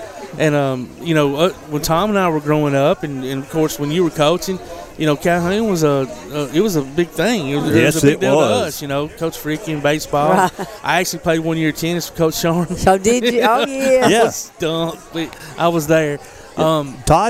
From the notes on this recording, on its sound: Live at 'Hope for Athens' at Swan Creek Park